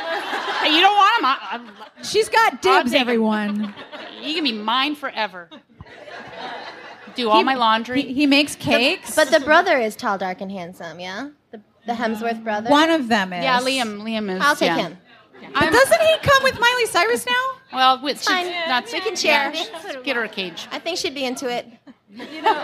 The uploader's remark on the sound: Live from The Strand: Romance Game Night! We have audio, courtesy of the fine folks at The Strand!